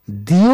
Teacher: দিও শব্দে স্পষ্টতই ই এবং ও আলাদা